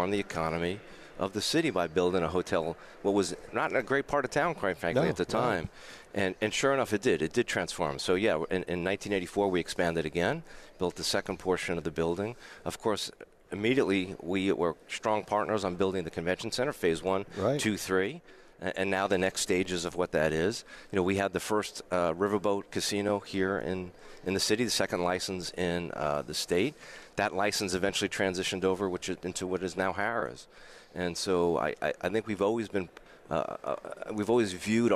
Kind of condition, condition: setting, busy venue